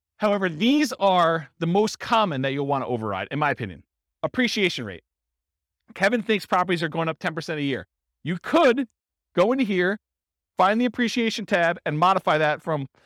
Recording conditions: live audience